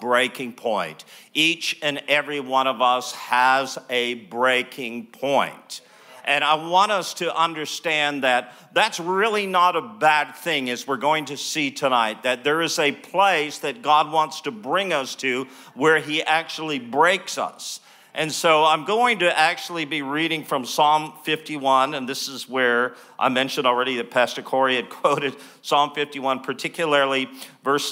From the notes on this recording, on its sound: live from Neuma Church in Melbourne, Australia